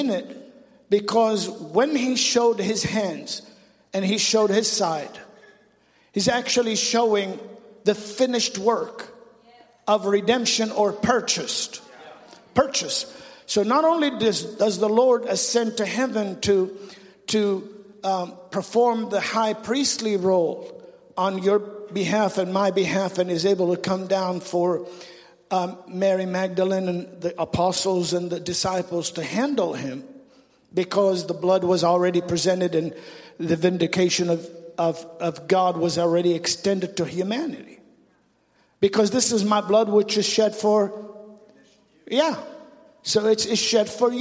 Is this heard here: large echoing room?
yes